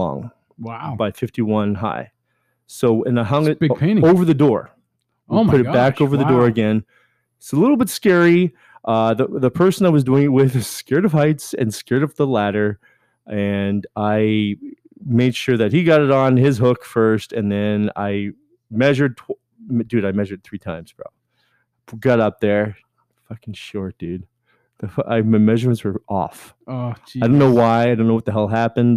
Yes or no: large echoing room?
no